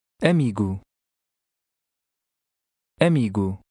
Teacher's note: The Portuguese O often sounds like U when it is at the end of a word and when it is not stressed. Note also the sound of the A and the E.